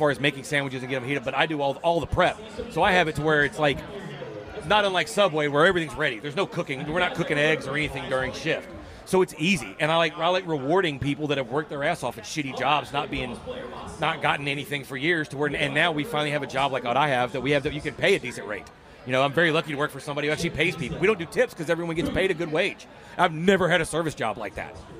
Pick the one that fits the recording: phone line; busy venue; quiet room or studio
busy venue